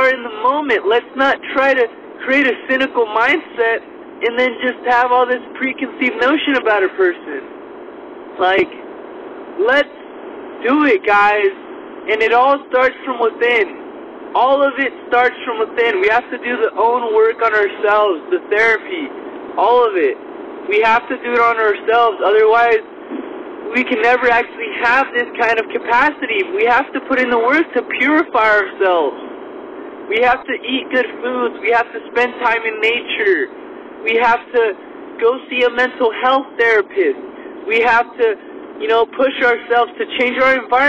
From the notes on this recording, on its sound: recorded this podcast on his drive to work